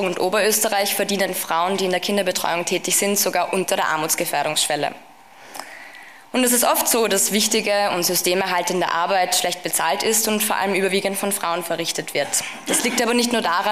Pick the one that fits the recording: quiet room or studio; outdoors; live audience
live audience